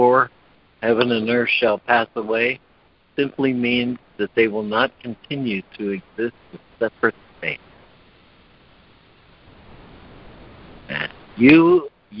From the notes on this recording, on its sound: ACIM Daily Conference Call.